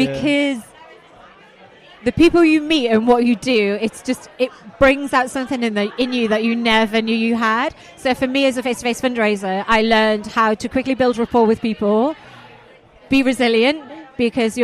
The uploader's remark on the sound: Live from the loudest pub in London.